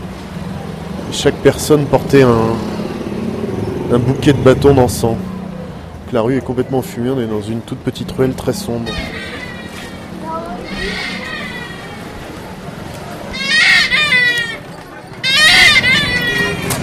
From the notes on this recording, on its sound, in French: Ils sont allés, chacun de leur côté, glaner des sons dans deux pays au présent tourmenté. Le Népal, pays hautement sonore, dans lequel le micro attrape et piège des kilos et des kilos de sons, cloches, musique, klaxons, prières... Enregistré en février 2013 à Katmandu, Boddnath, Baktapur, Patan et Tapoban.